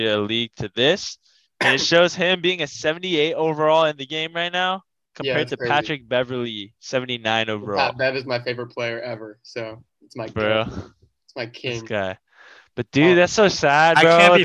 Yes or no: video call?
yes